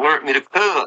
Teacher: you can hear him using the intrusive T with learn. So instead of the ED, he just puts the T on the end.